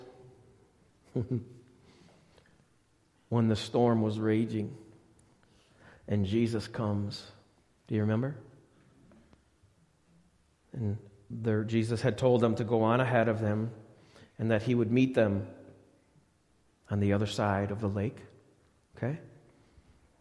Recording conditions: large echoing room